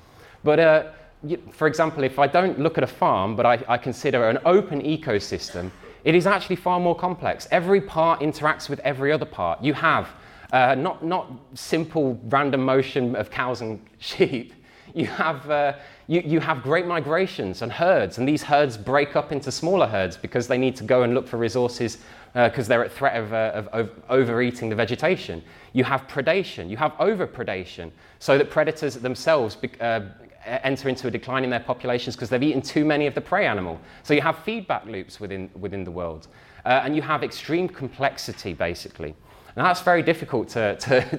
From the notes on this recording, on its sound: talk from Revolution Festival 2019